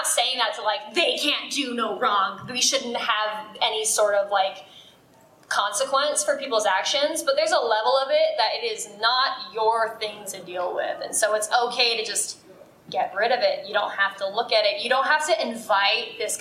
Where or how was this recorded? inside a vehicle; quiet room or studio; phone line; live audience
live audience